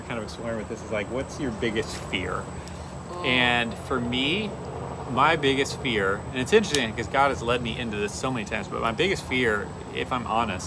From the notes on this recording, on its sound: We recently took a road trip and recorded this episode from our phone at a rest-stop.